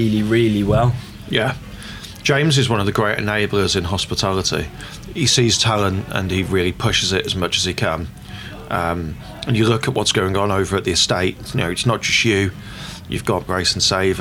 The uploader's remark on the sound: some of this episode was recorded at Taco Fest at the Bond in Digbeth